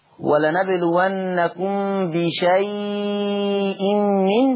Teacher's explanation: قرأ ورش بتوسط وإشباع اللين المهموز في لفظ بشيء · Term: التوسط ثم الإشباع